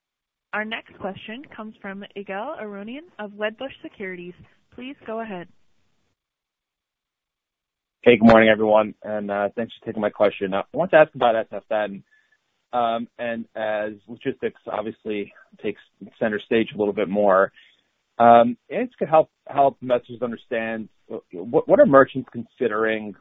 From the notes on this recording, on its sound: (NYSE:SHOP) Q3 2020 Earnings Conference Call.